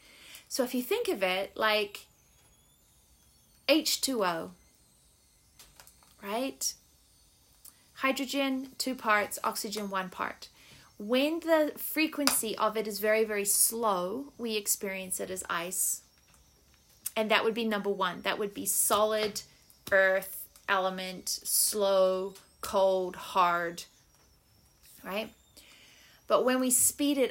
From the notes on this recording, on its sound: It was recorded on a cool Canadian spring morning and you can hear the fire crackling in the background.